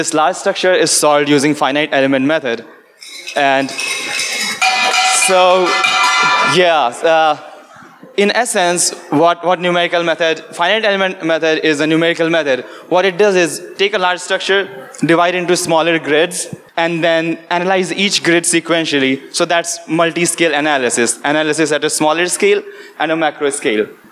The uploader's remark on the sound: Today, we will bring you a special episode, which is the live recording of the Science Gong Show. The Gong Show is a science communication event where scientists give brief explanations of their research without using any jargon. Charm City Meadswork for providing the venue.